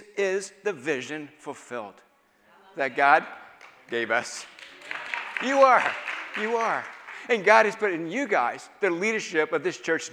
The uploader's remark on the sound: Final Session of All Souls' Ignite Conference (Inner Healing) Weekend.